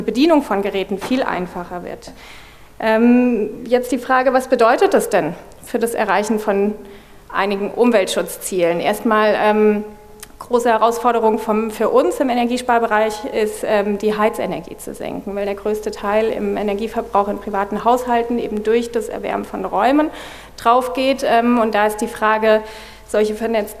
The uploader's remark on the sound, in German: wollen wir gemeinsam mit dem Publikum diskutieren